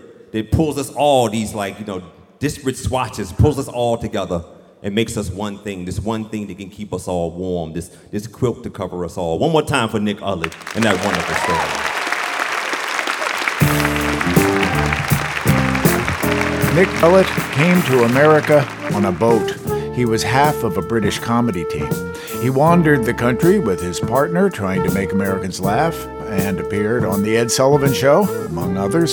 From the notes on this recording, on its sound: live from the Union Chapel in London